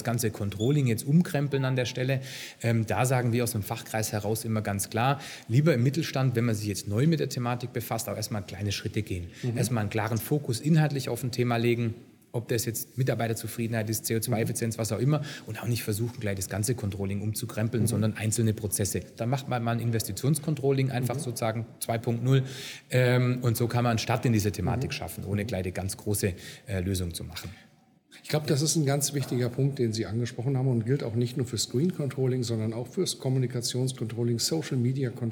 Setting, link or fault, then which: setting, busy venue